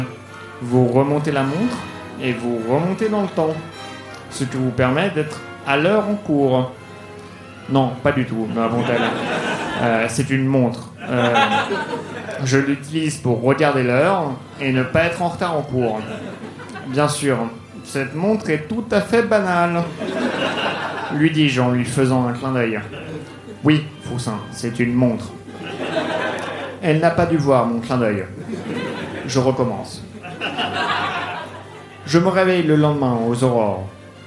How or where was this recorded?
live audience